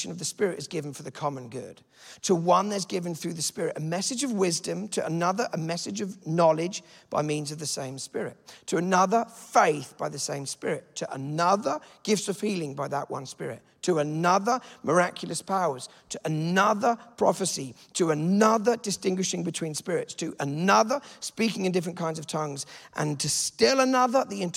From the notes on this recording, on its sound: This teaching was a session out of our Encountering God Conference.